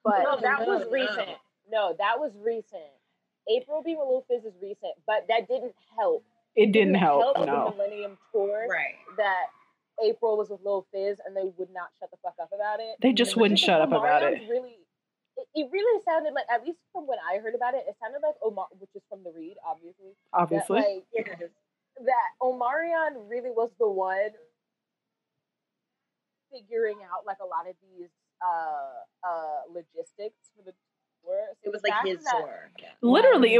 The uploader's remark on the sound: We SINCERELY apologize about the audio issues in this episode! This was recorded months ago and a lot has happened since then.